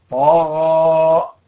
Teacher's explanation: يجب أن نحذر عند نطقنا بحرف الطاء من تحويلها إلى ضاد، في مثل قولي يعني إذا جاء بعدها حرف الغين، في مثل قولي تعالى طغى، ما هو الضغى؟